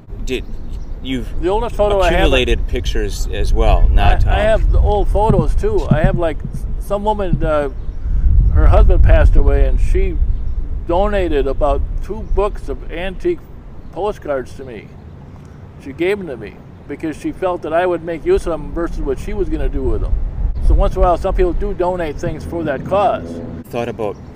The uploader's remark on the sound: talk while driving around downtown